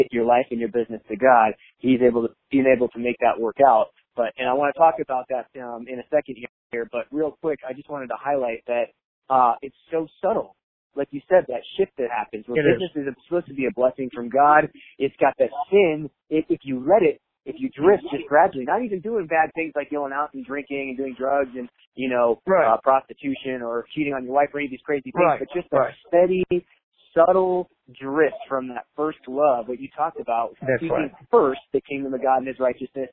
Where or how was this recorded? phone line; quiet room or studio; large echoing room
phone line